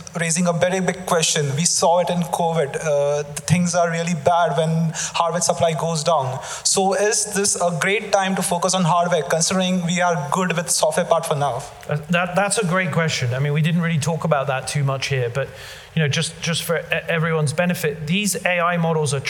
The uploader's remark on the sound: live at the Tabernacle theatre in London